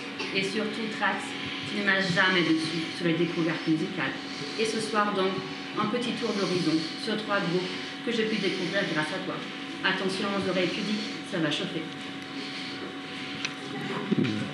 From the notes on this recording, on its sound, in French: Suite à un incident technique, la grande majorité des enregistrements sont de qualité médiocre. 7 personnes se sont réunies au café La Clef à Brioude afin de proposer et de tester une émission de radio en public.